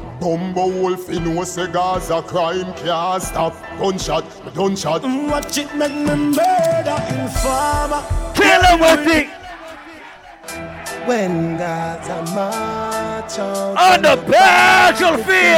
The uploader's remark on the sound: LIVE AT RUM & WATA - DANCERS PARADISE EDITION- MANGOVILLE NYC. Live audio from Seafood Tuesdays at Mangoville in NYC.